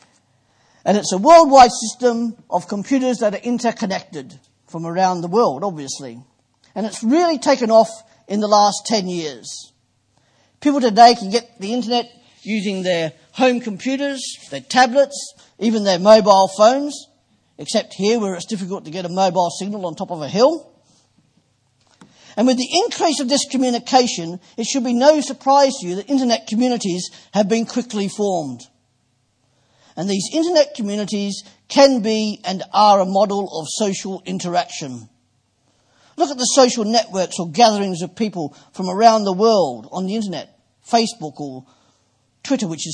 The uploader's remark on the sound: Preached at Poulner Baptist Chapel, 1st February 2015.